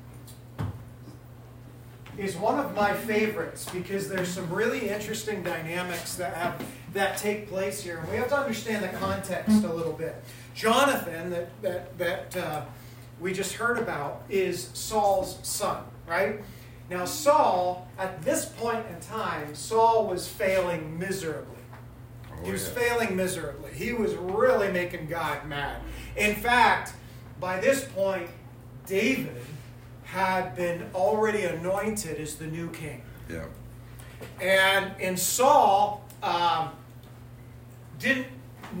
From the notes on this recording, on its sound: This message was recorded at WayLife's monthly collective. Forgive the lower quality audio quality.